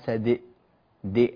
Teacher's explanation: تميل القلقلة إلى الكسر